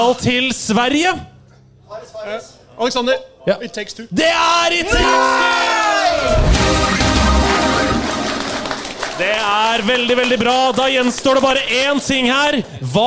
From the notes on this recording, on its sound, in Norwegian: LIVE FRA TILTCAST 2023. Det var mye folk og ganske dårlig lyd, og derfor følte vi at vi måtte rope en del. I tillegg var eksporten som kom ut dessverre ikke så godt miksa.